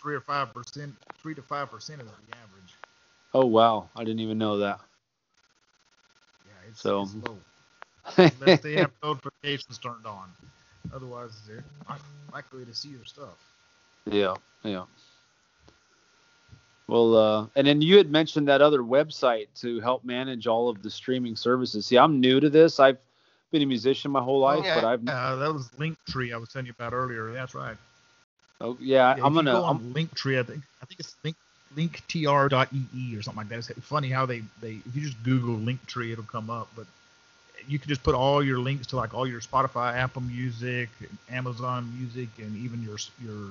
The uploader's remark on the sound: I was having some mic issues, and the sound is hit and miss during the episode. I did what I could to fix it, but hopefully it's not too distracting.